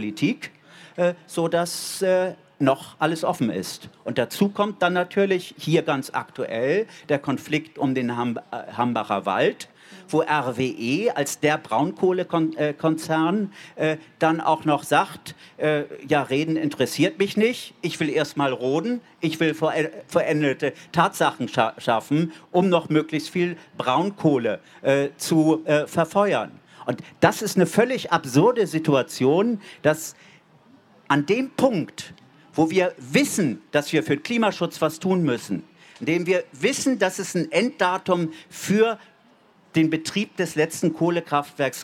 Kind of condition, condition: setting, live audience